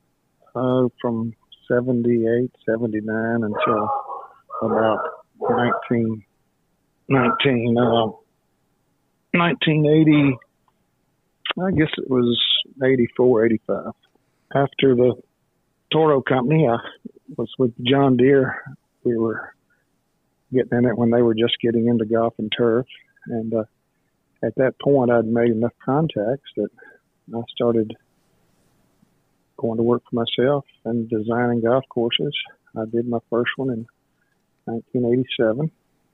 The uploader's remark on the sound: This episode also features a phone call